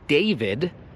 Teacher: to pierwsze D i to ostatnie D się wymawia dokładnie tak samo